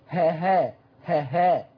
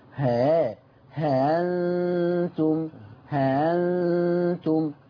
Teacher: الهمزه المسهله حرف فرعي مش هاء خالصه · Shown in: second take · ها هانتم هانتم، او ورش يبدل الهمزه الف ماديه.